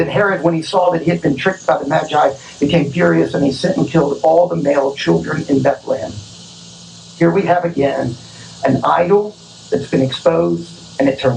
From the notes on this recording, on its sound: Our apologies for the sound quality. The sermon was preached outdoors and we weren't able to fully remove the noise and distortion.